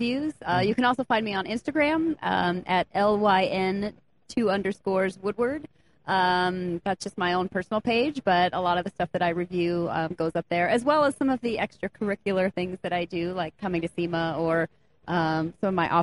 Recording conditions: busy venue